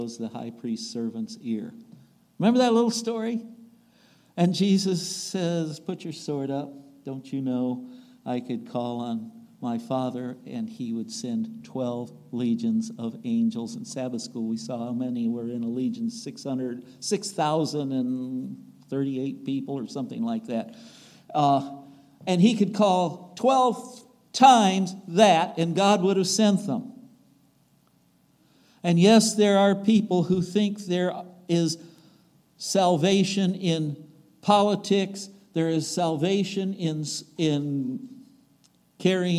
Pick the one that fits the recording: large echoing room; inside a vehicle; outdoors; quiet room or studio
large echoing room